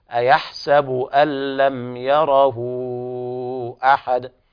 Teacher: ثابتة، نقول أيحسب أن لم يره يره، فالوقف على الهاء بالسكون. أما إذا وصلنا تولد من إشباع الضم واو صغيرة، فصارت هذه الواو ساكنة وجاء بعدها همزة قطع في الكلمة التي تليها، فتوفر فيها حكم المد المنفصل، فتعامل معاملة المد المنفصل، فنقول · Term: مد الصلة الكبرى